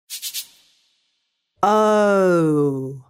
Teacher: The O sound is a combination of two sounds, a and o. Because you need to say both sounds, your tongue will lay flat and your mouth will start in an open and relaxed position and end in a rounded position.